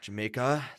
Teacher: Wait, he had a very particular way of speaking that I thought was really funny. He went like up and got really breathy at the end of every single sentence.